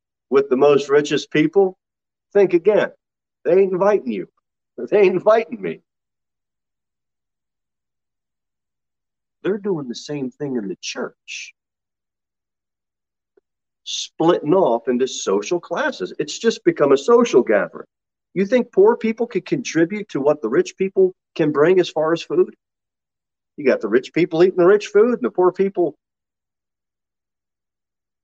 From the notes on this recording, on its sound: Sermon delivered at Pilgrim Baptist Church in Cookeville, TN